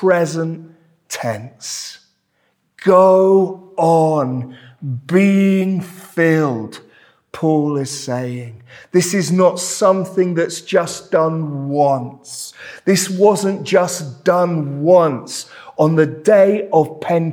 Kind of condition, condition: setting, large echoing room